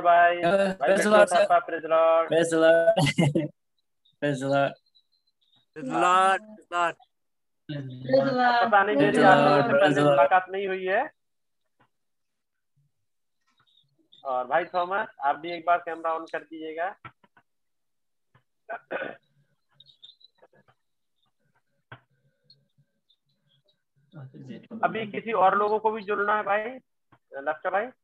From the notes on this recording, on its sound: Zoom Meeting